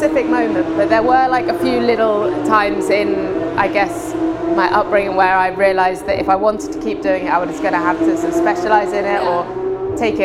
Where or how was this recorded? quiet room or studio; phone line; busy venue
busy venue